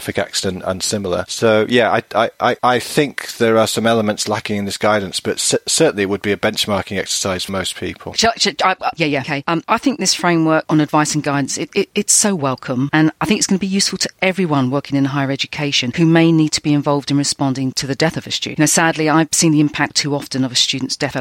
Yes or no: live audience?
no